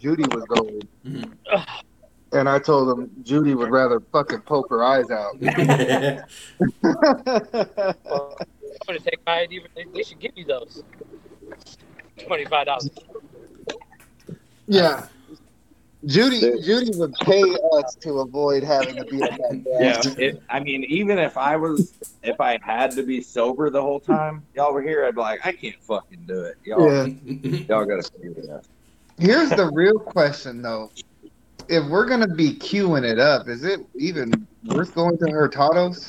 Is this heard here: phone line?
yes